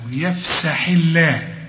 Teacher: الحاء هنا مكسورة، مدام مكسورة يبقى لفظ الجلالة هنرققه